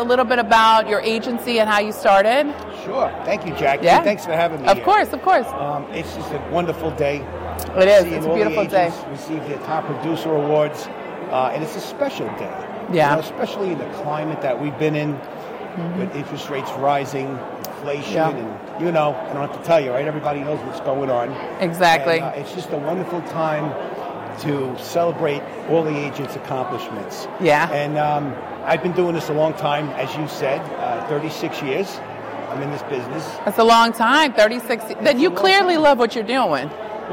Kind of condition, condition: setting, busy venue